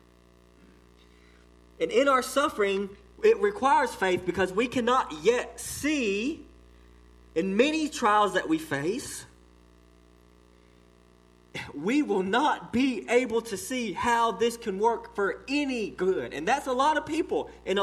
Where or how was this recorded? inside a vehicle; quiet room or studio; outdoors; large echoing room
large echoing room